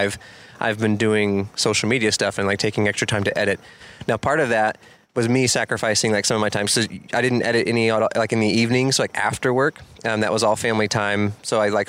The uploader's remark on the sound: an outdoor fireside chat in Minneapolis